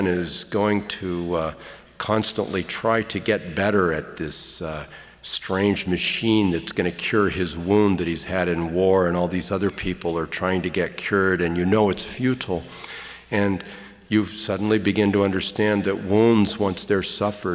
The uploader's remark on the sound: we bring you a lecture from the 2003/2004 season of Portland Arts & Lectures